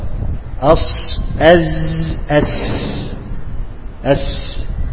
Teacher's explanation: السين في صفيرها أقوى من الزاي والزاي في صفيرها أقوى من الصاد · Term: الصفير